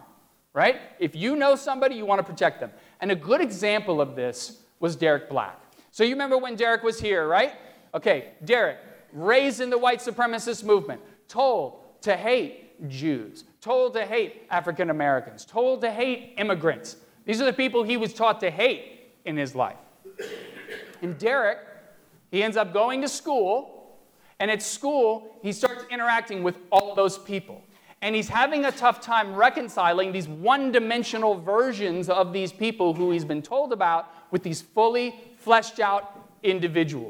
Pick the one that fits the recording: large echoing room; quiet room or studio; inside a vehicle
large echoing room